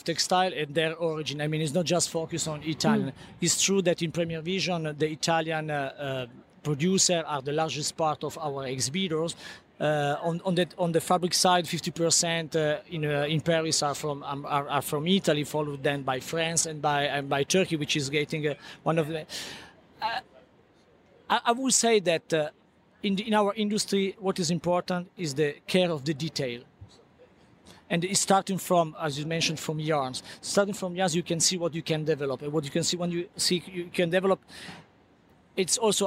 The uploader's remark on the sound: Inside Premiere Vision, a global textile event. On location at Premiere Vision 2016 in New York.